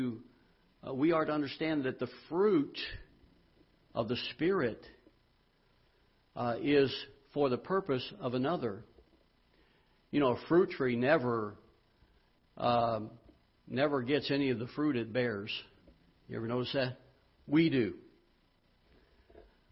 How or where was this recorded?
large echoing room